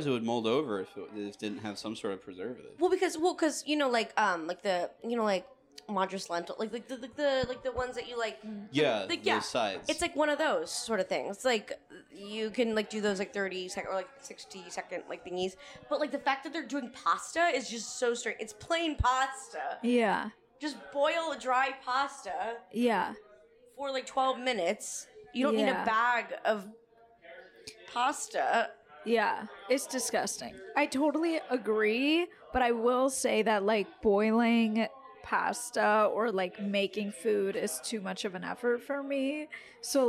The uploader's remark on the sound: we record our first episode at the Annoyance Theater, Bar, Grill, and Conservatory